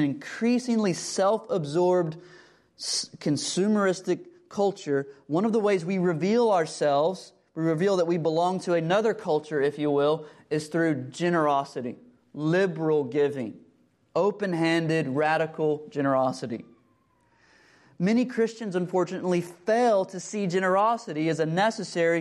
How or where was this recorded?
large echoing room